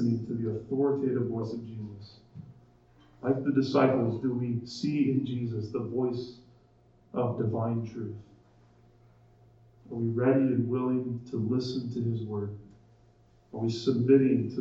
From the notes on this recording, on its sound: Our apologies for the poor audio quality of this recording.